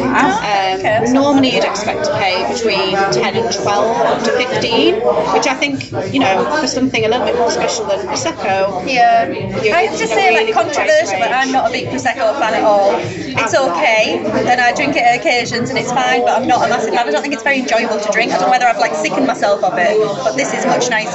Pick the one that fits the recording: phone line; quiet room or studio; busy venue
busy venue